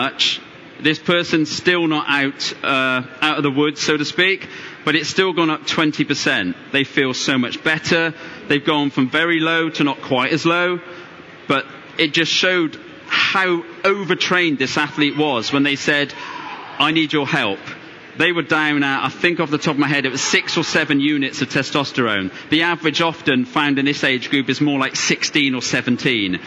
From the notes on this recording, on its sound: Recorded at the London Tri Show